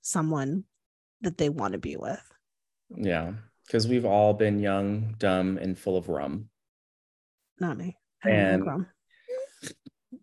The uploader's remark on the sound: This podcast was recorded via Zoom.